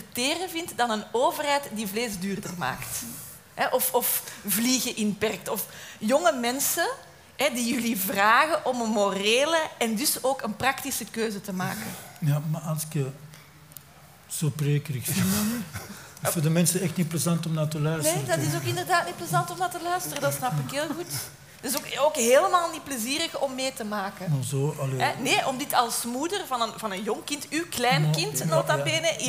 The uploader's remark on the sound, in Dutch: Live opgenomen in De Grote Post in Oostende op 2 oktober 2022.